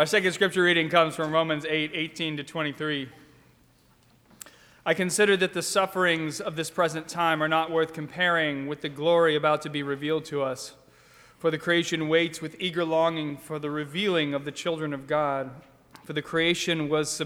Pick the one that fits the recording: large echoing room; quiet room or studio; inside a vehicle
large echoing room